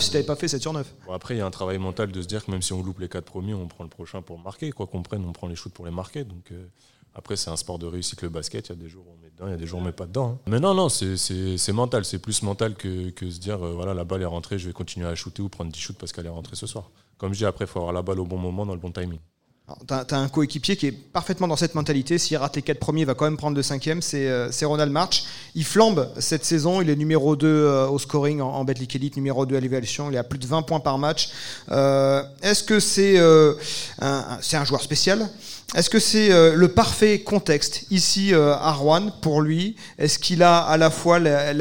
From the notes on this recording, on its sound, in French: en public au Chorum Alain-Gilles